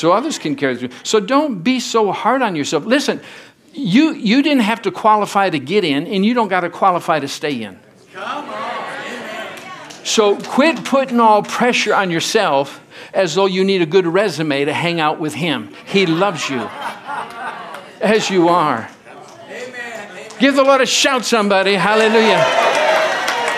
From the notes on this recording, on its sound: from the Sunday service on November 26, 2023 at Harvest Bible Church in Stockton, CA.